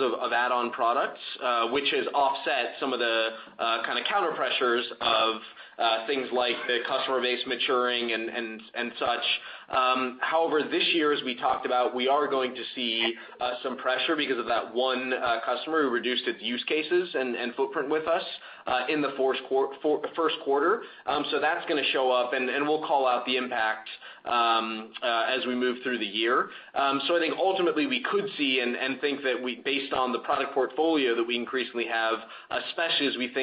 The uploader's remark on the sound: Box (BOX) Q1 2020 Earnings Call